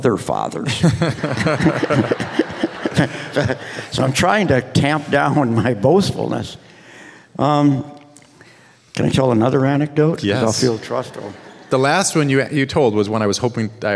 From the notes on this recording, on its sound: This conversation was recorded in front of an audience at the Portland Book Festival last fall.